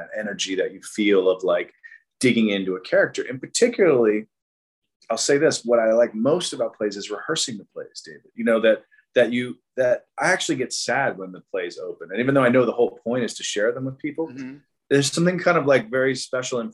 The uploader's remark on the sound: Shot via Zoom